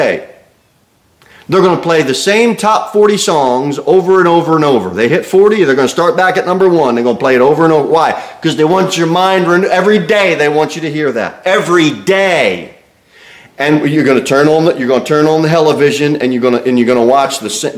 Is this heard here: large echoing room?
yes